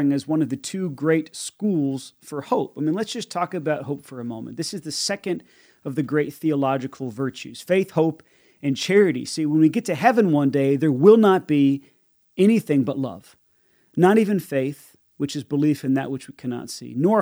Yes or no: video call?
no